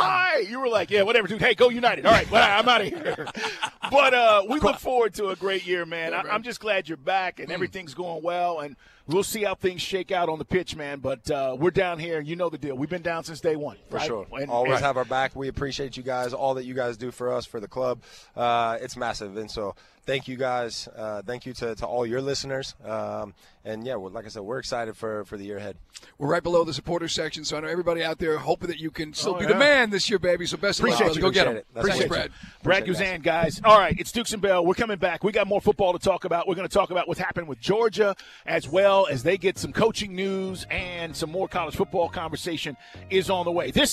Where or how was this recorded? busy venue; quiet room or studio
busy venue